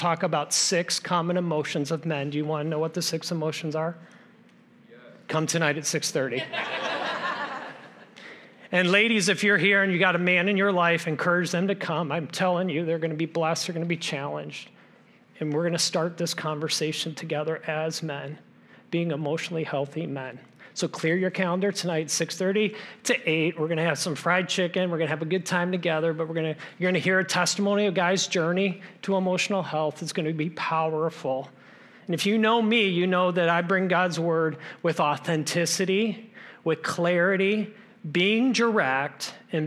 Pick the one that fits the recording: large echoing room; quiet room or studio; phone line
large echoing room